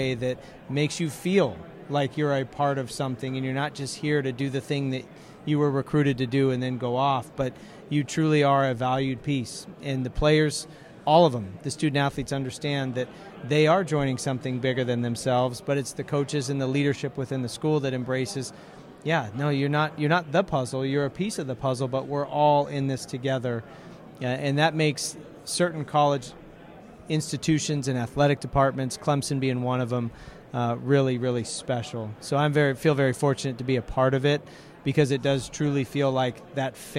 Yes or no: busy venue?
yes